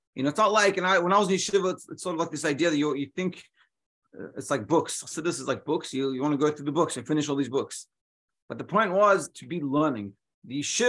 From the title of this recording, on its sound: Daily Zoom Shiur